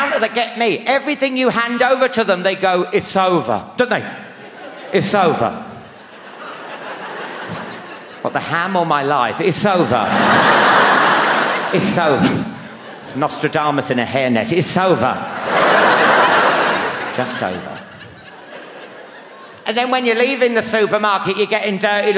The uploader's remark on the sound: Recorded live at the legendary Hammersmith Apollo as part of his mammoth 158-date UK and Ireland tour.